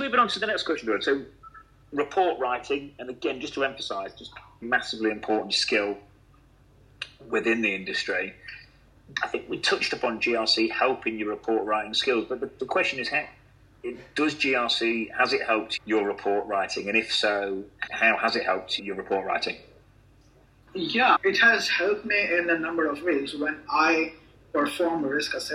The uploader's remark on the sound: We did this on a Linkedin Live so the recording quality not so good